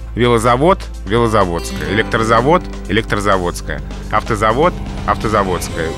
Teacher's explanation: во всех таких географических названиях, образованных от всех заводов, скажем так, сохраняется ударение на «о»